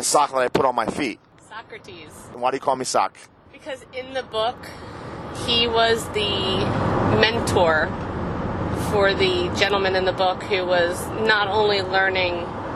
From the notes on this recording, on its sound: Friday Night Car Ride. Hang out in the backseat. Zoom down the New Jersey Turnpike.